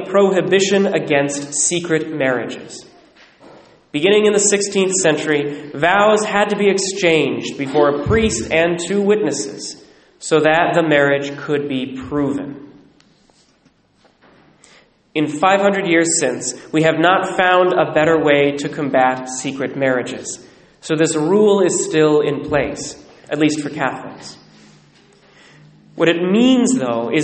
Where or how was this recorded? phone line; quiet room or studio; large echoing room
large echoing room